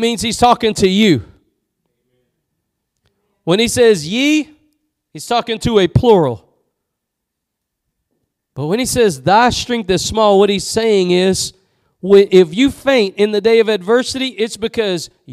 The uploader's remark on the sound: Preached at Gospel Lighthouse in Bossier City, La.